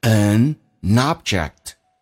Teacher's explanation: n 在前后有元音，连音是发两遍